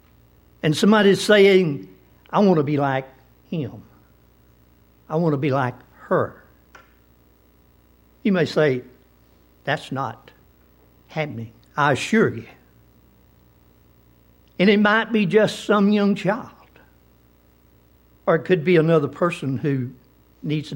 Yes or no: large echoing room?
yes